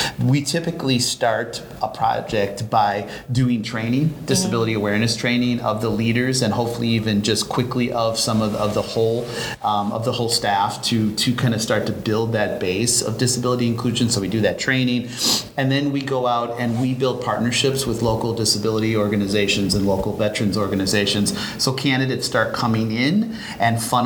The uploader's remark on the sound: live at ANTEC® 2022